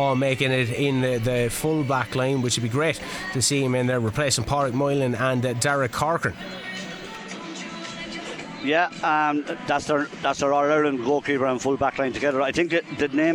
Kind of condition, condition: setting, busy venue